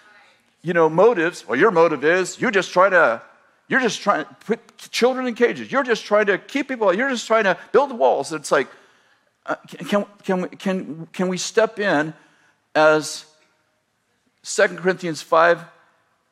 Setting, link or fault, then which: setting, large echoing room